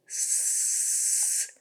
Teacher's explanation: S, lots of air comes out and no voicing. It's just S.